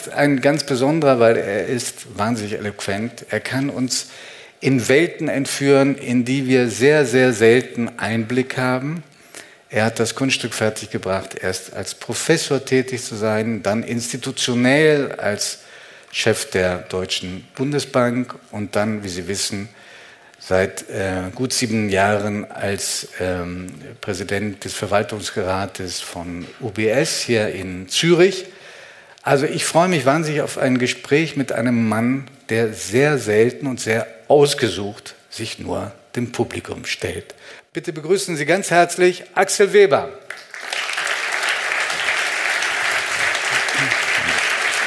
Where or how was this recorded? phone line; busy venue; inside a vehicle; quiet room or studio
busy venue